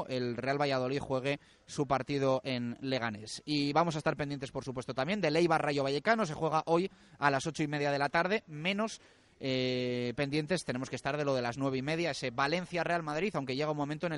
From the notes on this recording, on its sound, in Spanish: en directo desde LA FUNDICIÓN.